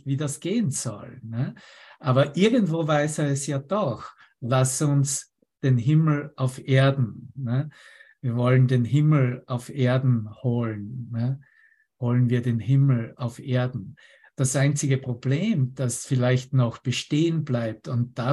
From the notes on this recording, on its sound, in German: Zoom-Session